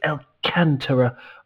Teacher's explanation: the accent is on the second syllable